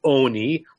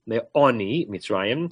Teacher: the noun is oni, long o, but because of the way this word is structured, it gets shortened to a soft a